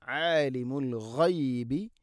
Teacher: ആലിമുൽ ഗൈബി ഗൈന് തൊണ്ടയുടെ മുഗൾ ഭാഗമാണ്